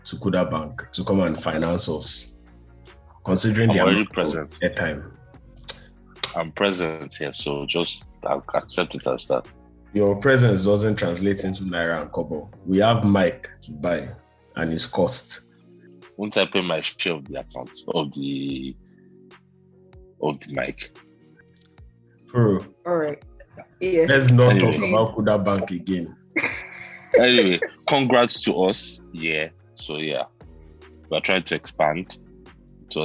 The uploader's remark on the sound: In the studio (actually, Zoom call).